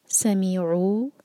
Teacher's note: سین پر وسل جیسی آواز، سیٹی کی طرح